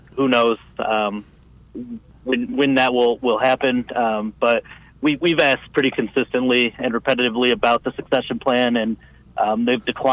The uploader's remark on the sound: In-studio. Over the phone.